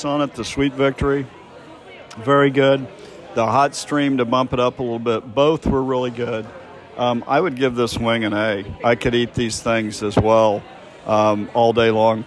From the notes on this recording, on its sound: An evening of dining at The Smoke Shop BBQ in Boston. Reviewed live in the raw as normal.